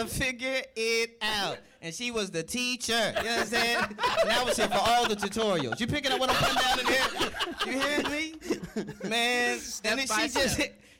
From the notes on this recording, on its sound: Forth & Ten LIVE NC Wesleyan. The guys are recording live from NC Wesleyan in Rocky Mount North Carolina, celebrating homecoming.